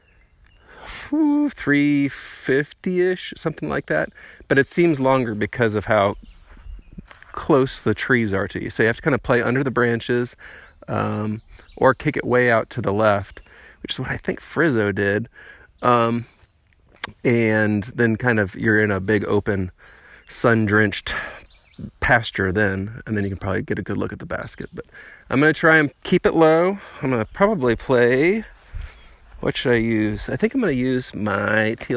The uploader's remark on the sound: Archer's Park DGC at Clinton Lake State Park. Plays a solo round of Disc Golf at Clinton Lake State Park in the afternoon.